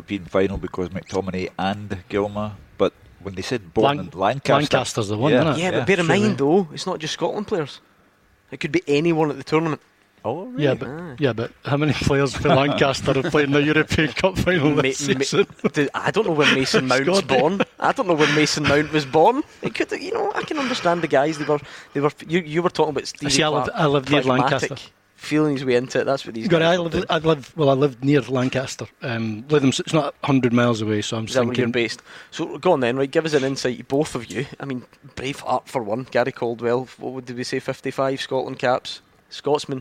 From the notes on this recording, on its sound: live from Scotland HQ at Drygate Brewery